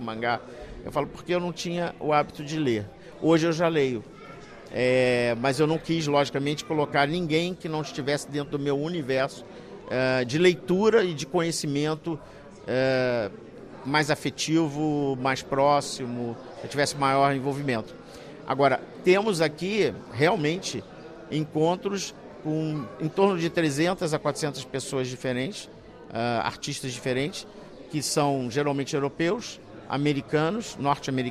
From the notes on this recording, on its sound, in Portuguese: Gravada no Festival de BD de Beja em Junho de 2023.